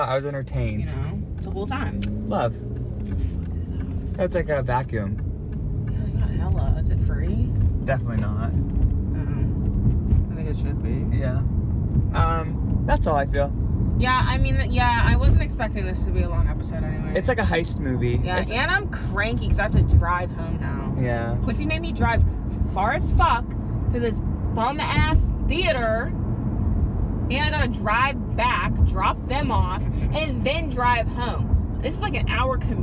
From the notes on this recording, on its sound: We filmed this in the car because the theater we went to was far af...